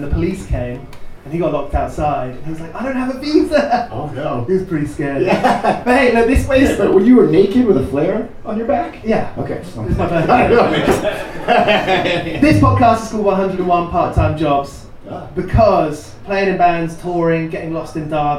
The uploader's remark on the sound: Live from Manchester Punk Festival